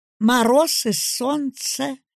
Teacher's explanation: Третий вариант развития. Голосовой подъем.